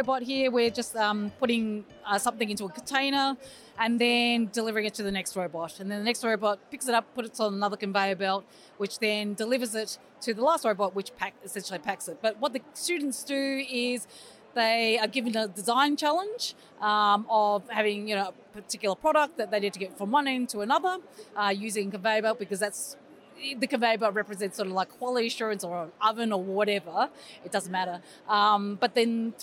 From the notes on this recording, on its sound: On location at EduTECH 2022.